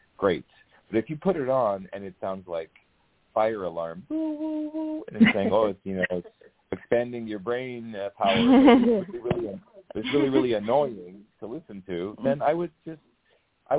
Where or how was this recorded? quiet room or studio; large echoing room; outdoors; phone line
phone line